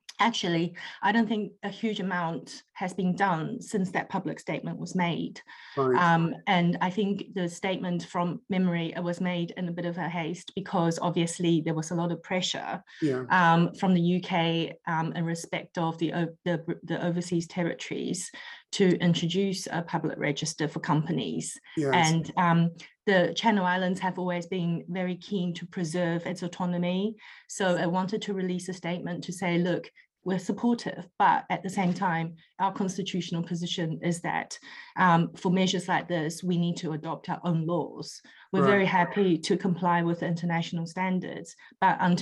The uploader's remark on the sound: Webinar audio recording dated 2 March 2022.